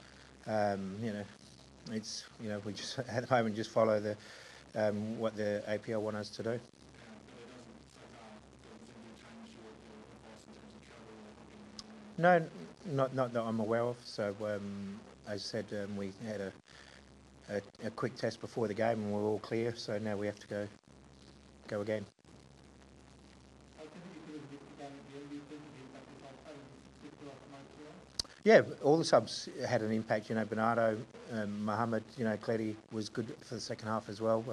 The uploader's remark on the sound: Post-Match Press Conference. Apologies for the audio quality.